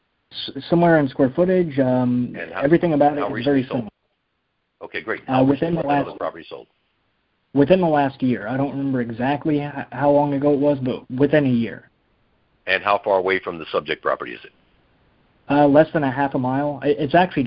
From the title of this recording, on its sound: Gold Club Q&A Call